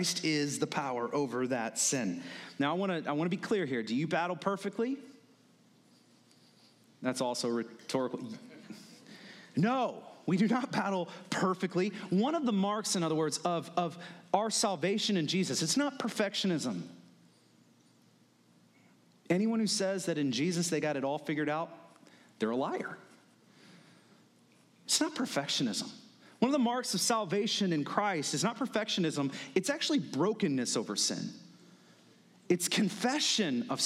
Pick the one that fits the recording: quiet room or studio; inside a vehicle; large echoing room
large echoing room